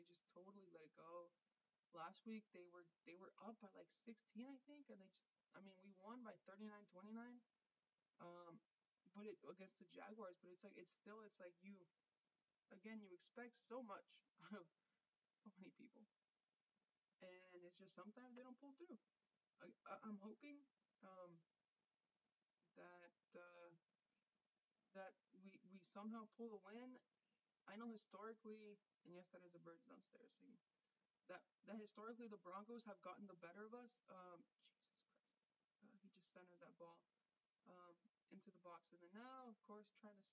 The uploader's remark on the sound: A very low volume. With live commentary following the Chivas game going on at the moment of recording.